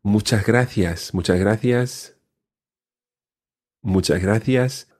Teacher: you may hear the S being swallowed a little · The S before the gracias is swallowed a little.